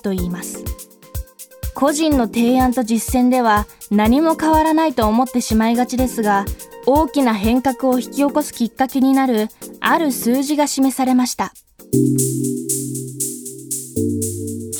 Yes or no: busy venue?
no